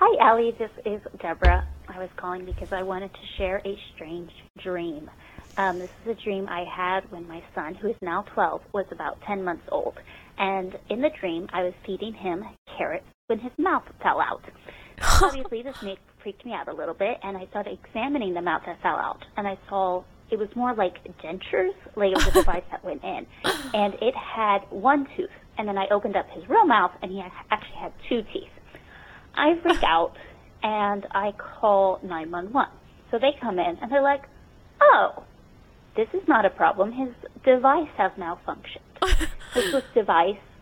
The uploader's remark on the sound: Then, we listen and respond to some audience voicemails detailing your weird dreams.